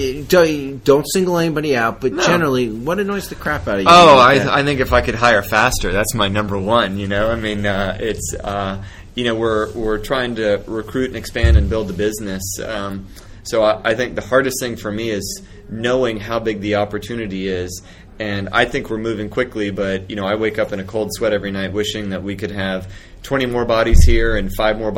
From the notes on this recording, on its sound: while at the AirWatch Connect Users Conference